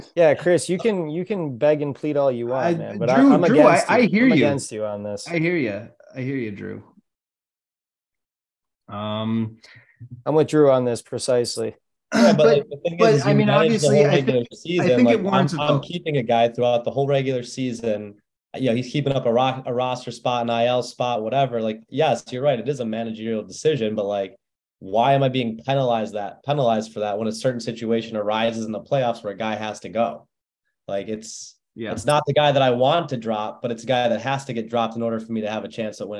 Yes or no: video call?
yes